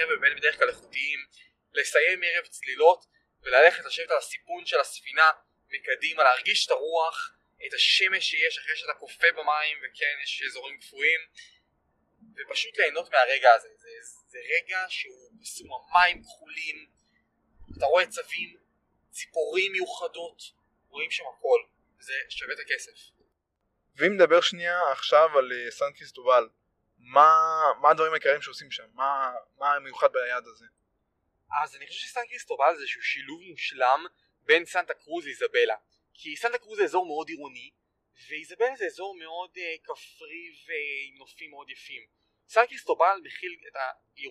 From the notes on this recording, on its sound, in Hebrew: מתנצל מראש על איכות הסאונד בפרק הזה